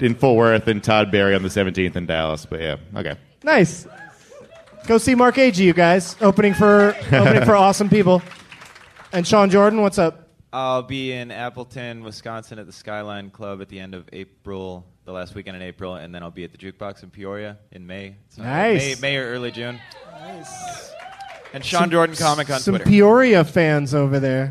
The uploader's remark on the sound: Recorded live at Helium Comedy Club in Portland, OR during the Bridgetown Comedy Festival on April 15th, 2012.